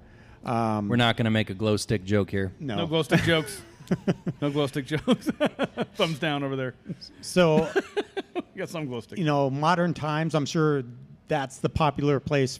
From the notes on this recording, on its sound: In our FIRST EVER Live Episode, we had the pleasure of enjoying some evening paranormal fun with a packed coffee house, here in good ol' Omaha, Nebraska!